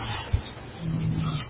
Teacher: huruf na, ujung lidah dengan gusi atas